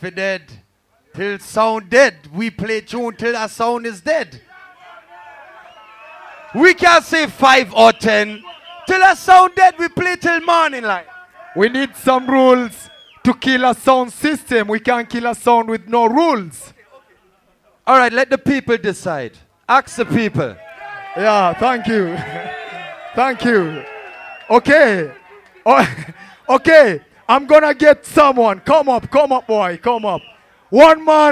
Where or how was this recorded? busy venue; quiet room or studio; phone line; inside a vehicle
busy venue